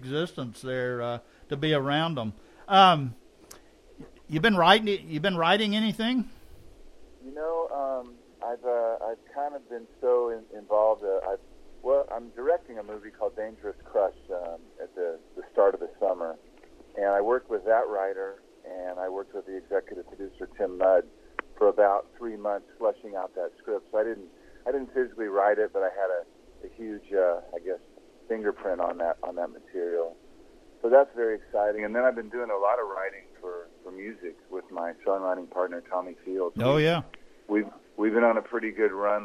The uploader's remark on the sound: on the phone